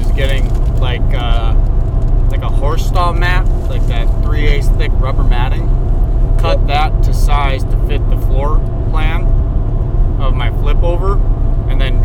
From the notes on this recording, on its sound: POSSIBLE POOR AUDIO QUALITY **** Another in the truck episode. This is a spontaneous episode.